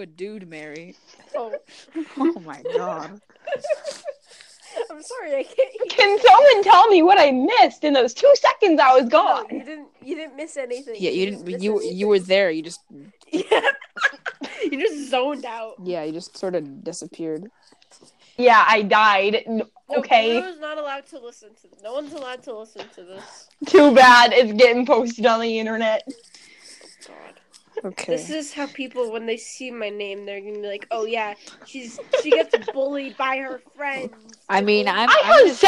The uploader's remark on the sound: HUGE EAR RAPE WARNING!!!! Sorry for crappy audio.